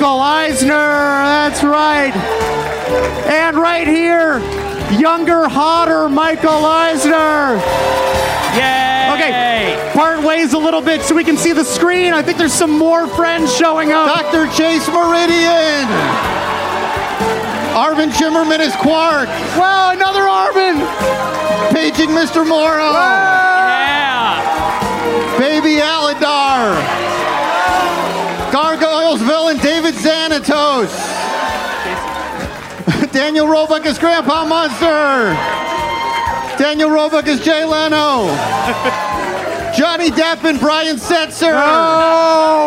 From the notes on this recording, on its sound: Recorded live at Dynasty Typewriter.